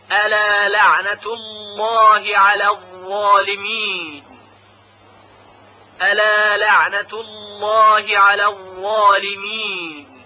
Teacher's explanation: در این جمله فقط لام لفظ جلاله تفخیم میشه لعنت الله، به خاطر اینکه قبل از اون مذموم هست، و بقیه لام ها که عبارتن از الا و لعنه، لام لعنه و على الظالمین، اینها همه ترقیق می شوند.